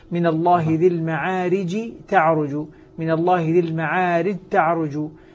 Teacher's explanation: فهنا الجيم أدغمت في التاء، وهو طبعا إدغام كامل، أصبحت تاء مشددة